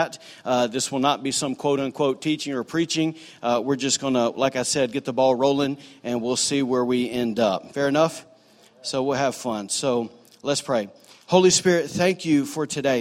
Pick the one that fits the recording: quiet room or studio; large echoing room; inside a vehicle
large echoing room